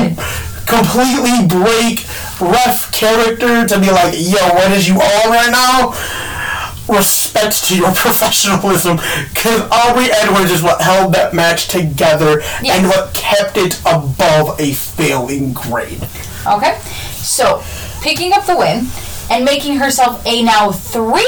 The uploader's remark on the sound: Headphone warning as we are still fixing the kinks.